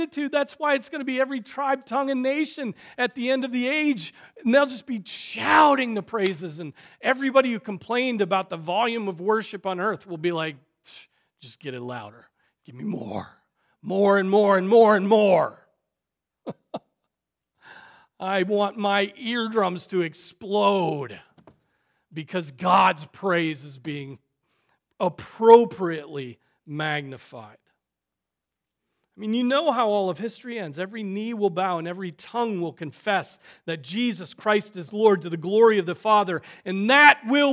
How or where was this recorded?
large echoing room